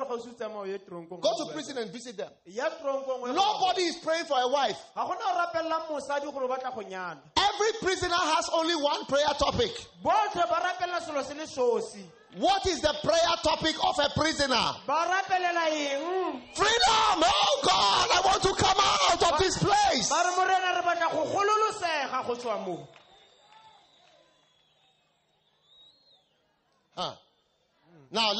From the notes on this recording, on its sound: Preached at a Healing Jesus campaign in Vryburg - South Africa